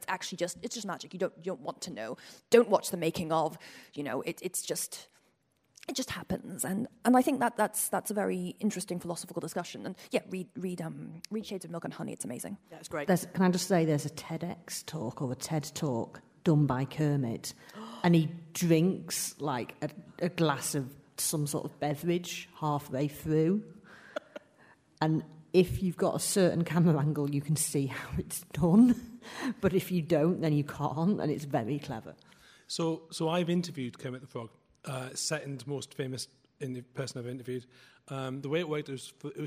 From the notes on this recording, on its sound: Live from Harrogate - Eastercon Special. A special live version of the popular book podcast, presented at Follycon 2018.